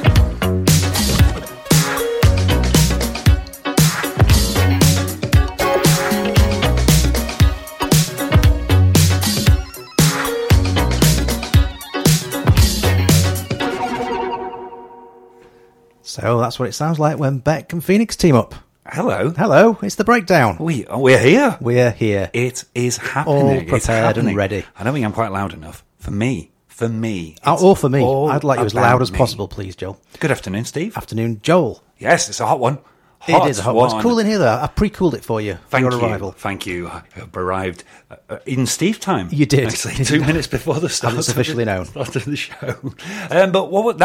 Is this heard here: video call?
no